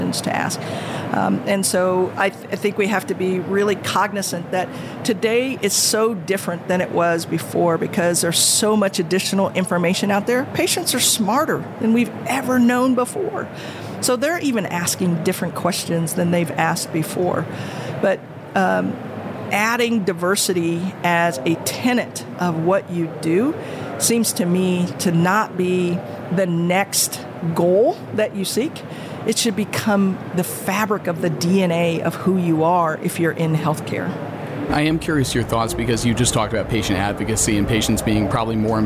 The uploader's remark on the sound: recorded at HLTH in Las Vegas